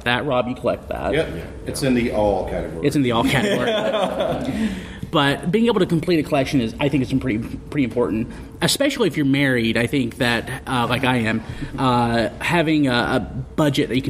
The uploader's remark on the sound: The Transformers panel from Joelanta 2015.